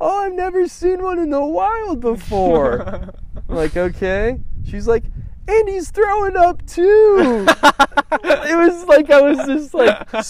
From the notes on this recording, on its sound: talk at mile 700 of the Pacific Crest Trail.